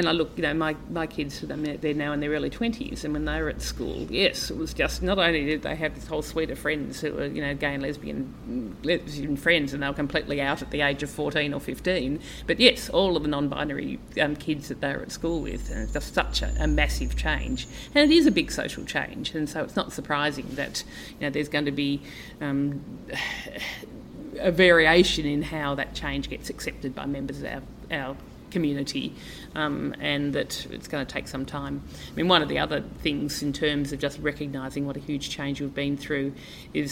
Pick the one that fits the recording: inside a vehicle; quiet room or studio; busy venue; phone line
busy venue